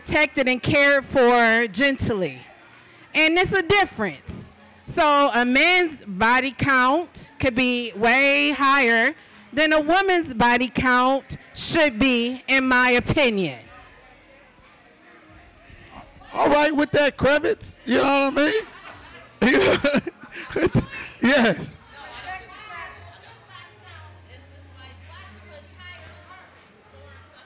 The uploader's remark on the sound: A diverse panel of industry leaders, along with the author sparked quite the conversation with a live audience to discuss topics from the book.